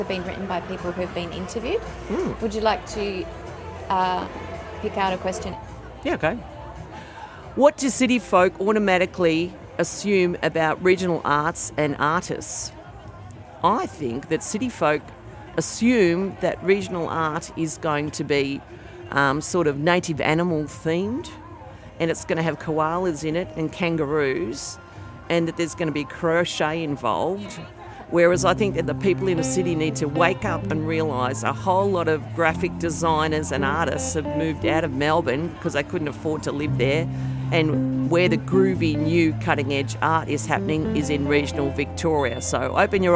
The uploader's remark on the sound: This episode was recorded at the Victoria's Pride Street Party, so you may hear some of the festivities of the day in the background.